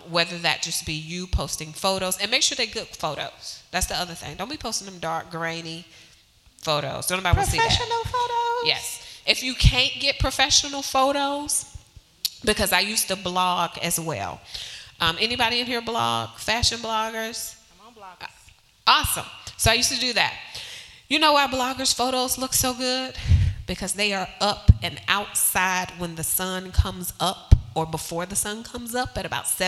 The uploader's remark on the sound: This episode was recorded with a live audience at NC Nonprofit, Real Glow Getters' Glow Get It Festival in Greensboro, NC.